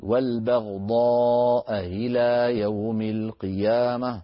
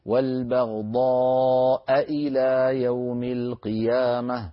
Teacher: يسهل همزة إلى عند الوصل · Shown in: first take